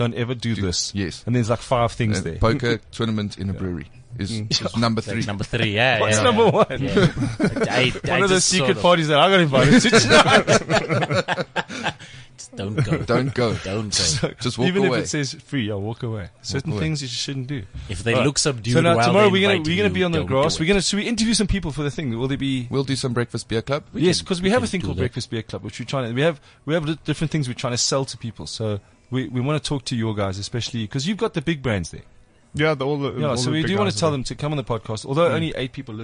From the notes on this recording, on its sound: The entire JUSTNOW team are at a beer festival in Benoni to break a world record for Beer Pong. We get to mingle with our 'podfans' in person.